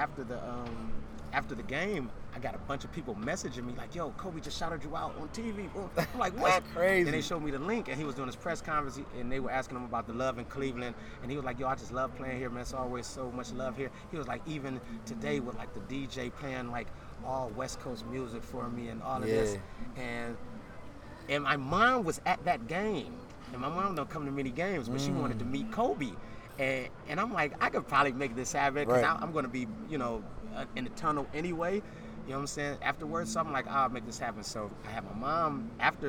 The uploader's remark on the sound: "on location" podcast at Soho Beach House